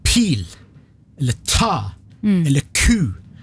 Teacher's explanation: Du må komme med noe som vi kaller for aspirasjon. Et pust som kommer etter lyden. Hvis jeg sier pil, eller ta, eller ku, så sier jeg ikke bare P-en og T-en og K-en, men jeg har et dualikt pust etterpå, sånn aspirasjonspust.